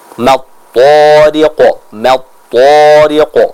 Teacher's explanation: Maka di sini dua hal yang kita sama-sama perhatikan, yaitu bagaimana kita menyempurnakan dari ketebalan pada huruf ta, dan yang selanjutnya kita juga menyempurnakan sifat qalqalah